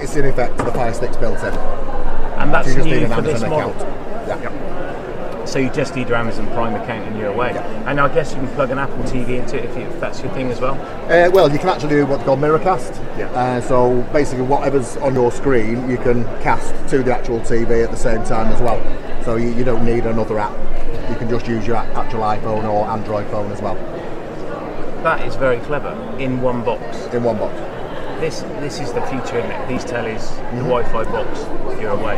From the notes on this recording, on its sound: The Motorhome and Caravan Show 2022. We were then joined on our own stand by audio-visual market leader AVTEX. Don't forget to come and meet the team on stand 9.32B - and look out for us walking around the show recording content live!